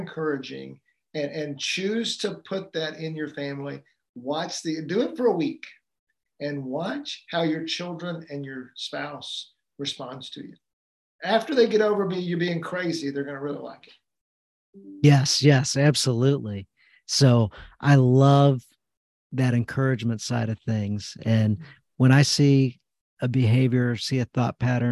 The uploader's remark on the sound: Live Community Call Q&A